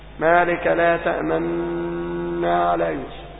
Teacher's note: ضم الشفتين مقارنا لسكون الحرف المضغم. لاحظ أنا أقول مقارنا، يعني أثناء نطق الحرف. · Term: الإشمام